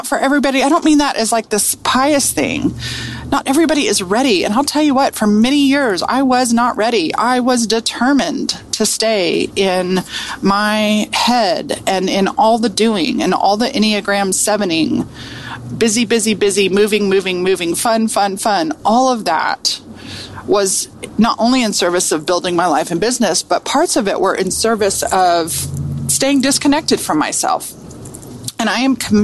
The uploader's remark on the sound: riding in the car